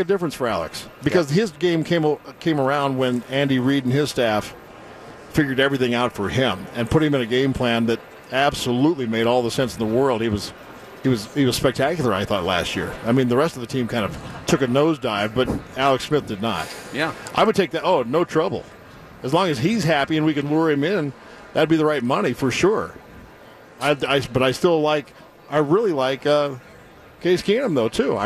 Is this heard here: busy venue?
yes